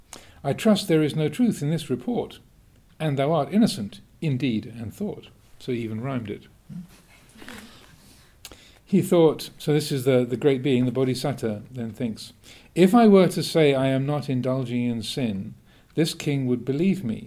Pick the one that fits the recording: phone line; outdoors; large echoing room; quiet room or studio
large echoing room